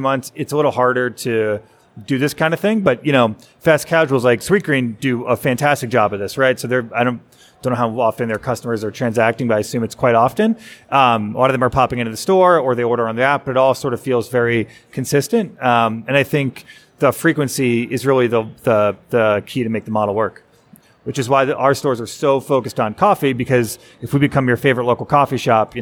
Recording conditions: live audience